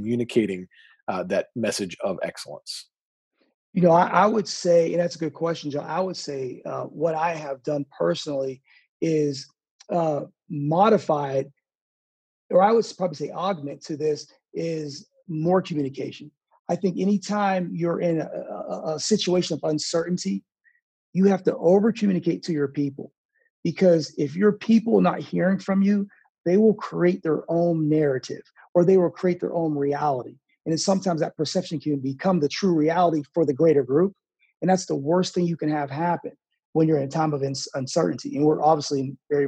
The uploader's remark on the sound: joined me for a small college AD Zoom conversation